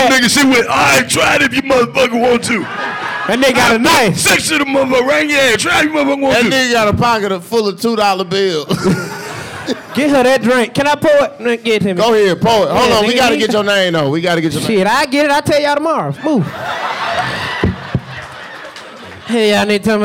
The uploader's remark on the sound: Live from The West Palm Beach Improv. Take the 85 South Show live on the road to the West Palm Beach Improv.